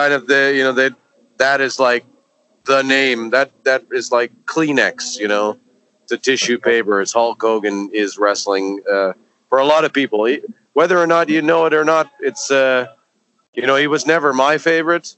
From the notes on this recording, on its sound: This week from the Flow festival